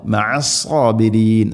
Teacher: ഇന്നല്ലാഹ മഅ മഅസ്സാബിരീൻ, സാദ് മഅസ്സാബിരീൻ, സാബിറീൻ അല്ല, റാഇനെ തർഖീഖ് ചെയ്യണം, നേർപ്പിക്കണം.